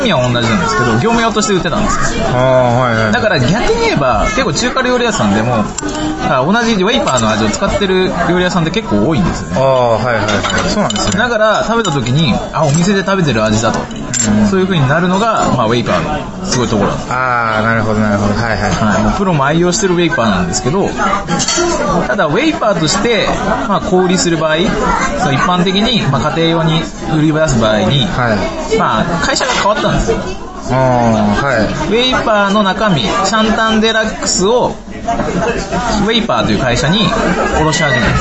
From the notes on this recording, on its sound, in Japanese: 今回は中華料理店で収録したので雑音がすさまじいです。